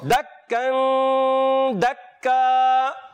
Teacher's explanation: کاف کو باریک رکھیں گے، مشدد حرف ہے